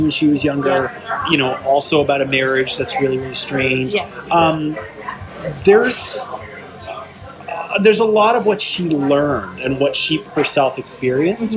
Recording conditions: outdoors